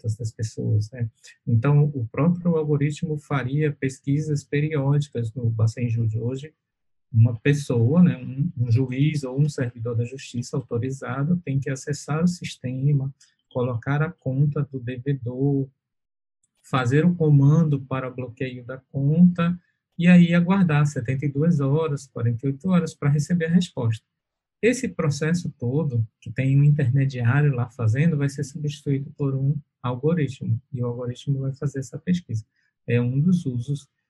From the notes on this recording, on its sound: Na Faculdade Luciano Feijão, em Sobral (CE). Via Zoom.